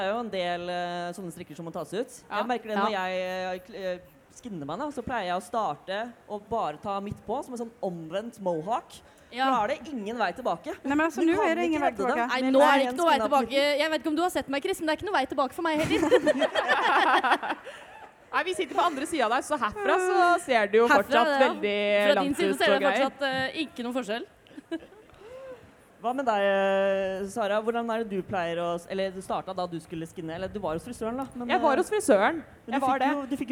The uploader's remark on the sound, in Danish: LIVE fra Pride!